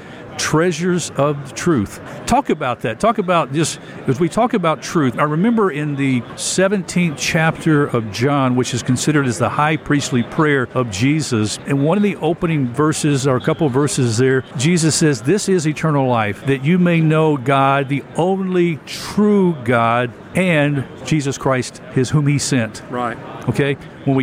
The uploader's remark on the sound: Live from 2023 NRB Convention